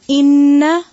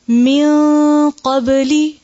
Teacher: ہے آواز ظاہر ہے نون کی نہیں چھپی ہوئی ہے نا ہم ناک میں آواز کو نون کی ٹھہرا رہے ہیں لیکن ظاہر نہیں کر رہے بلکہ چھپا رہے ہیں · Shown in: second take · Term: اخفاء